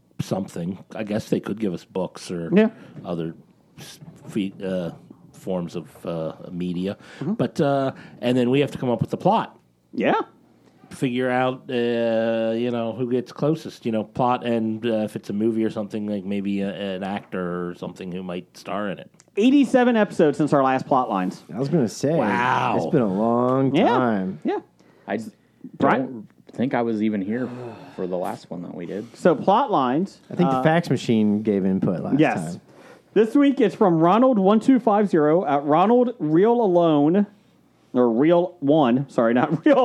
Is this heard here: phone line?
no